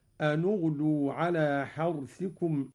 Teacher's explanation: قرأ قالون بضم أولى الساكنين وهو النون